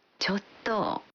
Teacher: al pronunciarla prolongando el sonido final y bajando el tono, chotto, transmite el matiz de que nos cuesta decir algo.